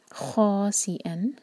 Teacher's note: خاصئا، خا مد تبعی اور خا ہیوی لیٹر ہے تو اس کو منہ بھر کر پڑھیں گے